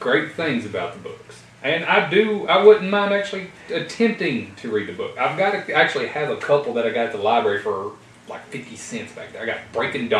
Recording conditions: poor microphone